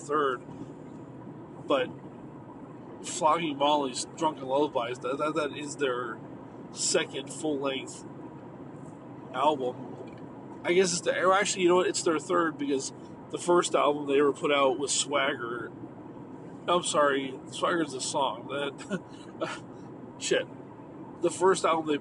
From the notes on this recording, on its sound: Just another night in the car on the road